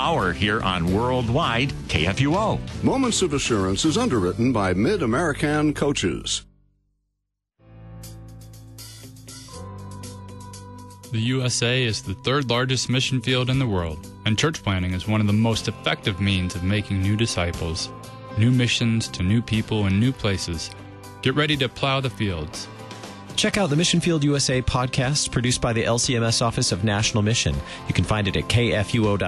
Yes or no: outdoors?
yes